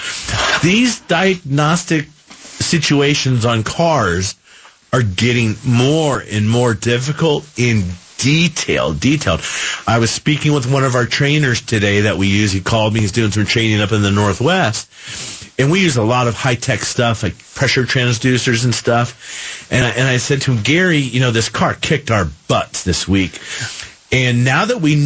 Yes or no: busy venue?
no